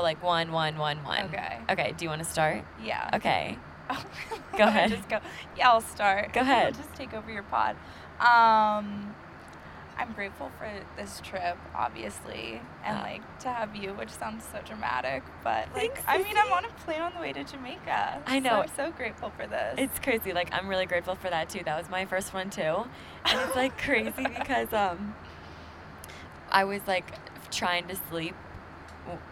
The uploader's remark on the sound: We recorded this while I was on my flight to Jamaica. Decided to bring out the mics and record an episode to take my mind off of it even more and it helped so much.